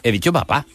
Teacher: En papá, esa segunda P lleva un poquito de la carga de cómo teníamos la boca en la A y no será lo mismo. · Term: coarticulación